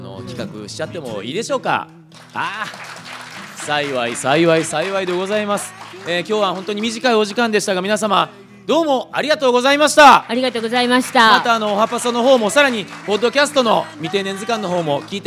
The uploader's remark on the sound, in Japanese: 公開収録